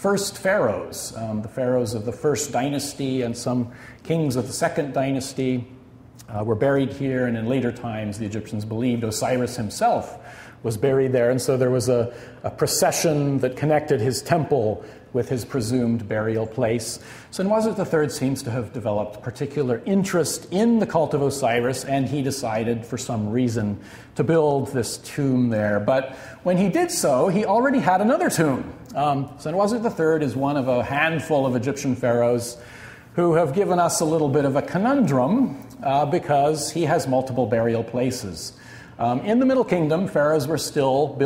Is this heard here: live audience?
yes